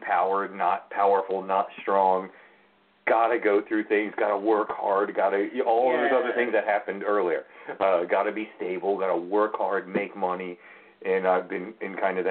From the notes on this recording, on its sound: Open the phone lines for an evening of Tarot/Oracle Divination!!!!!